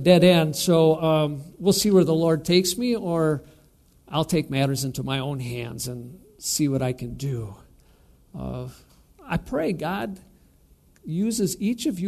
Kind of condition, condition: setting, large echoing room